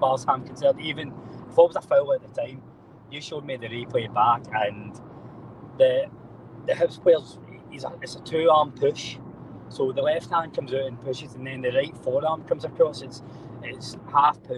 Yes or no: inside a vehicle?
yes